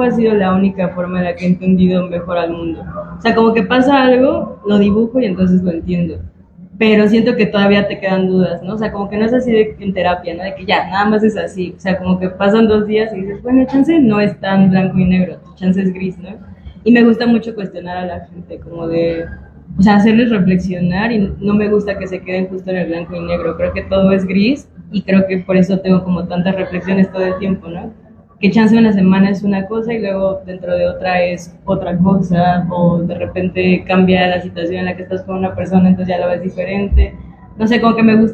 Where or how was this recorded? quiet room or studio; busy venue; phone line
busy venue